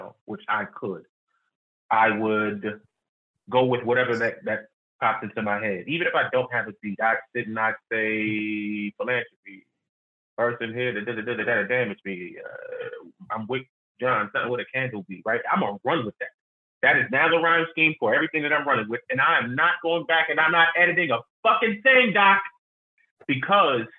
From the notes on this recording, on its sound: On a Sunday conference call. All while playing drinking games.